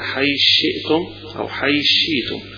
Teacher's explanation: في الوصل: هذه القرية فكلوا منها حيث شئتم رغدا، أيضا هذه فيها قراءات حيث شئتم، هنا الثاء والشين قريبين من بعض في المخارج فيجي إدغام يسمونه الإدغام الكبير، الإدغام الكبير اللي فيه بيتحذف حرف ويتحط مكانه الحرف الذي يليه. يبقى هنا الثاء تحذف ومكانها الشين